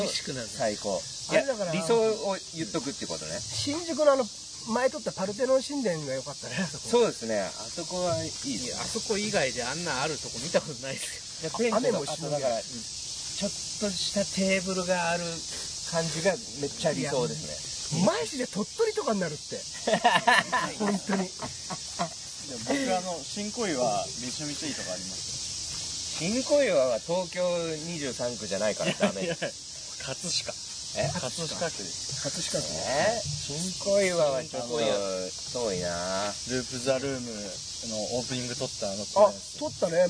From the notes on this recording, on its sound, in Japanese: 先週に引き続き池のほとりで収録。なぞの生き物の声が気になります！